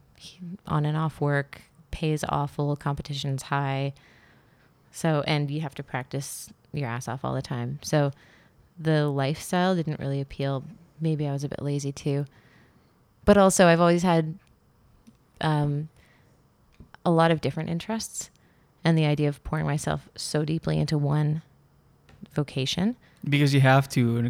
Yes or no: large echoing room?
no